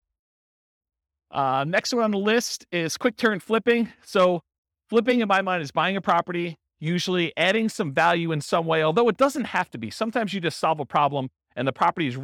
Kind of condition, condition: setting, live audience